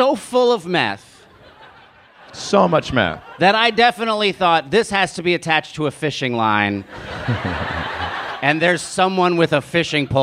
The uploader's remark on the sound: It's Bananas live from Portland!